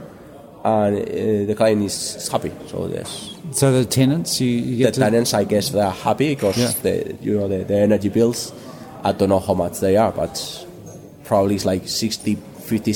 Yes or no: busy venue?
yes